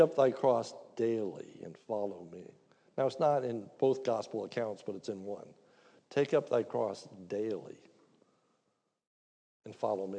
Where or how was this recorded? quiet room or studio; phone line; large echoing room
large echoing room